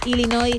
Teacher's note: sin pronunciar la S final